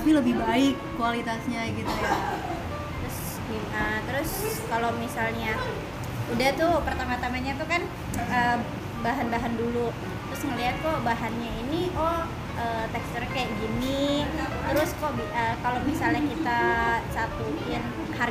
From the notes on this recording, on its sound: Sorry for the noise. Kita rekaman pas lagi reuni dan hujan deras.